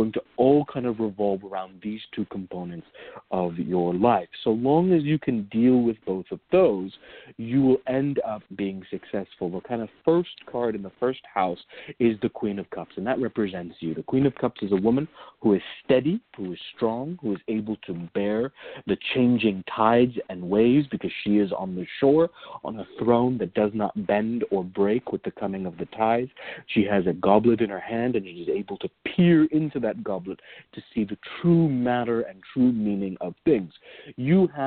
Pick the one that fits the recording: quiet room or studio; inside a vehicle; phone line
phone line